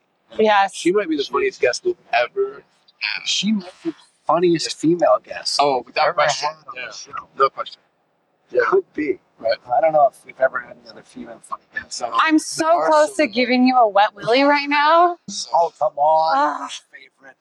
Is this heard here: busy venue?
yes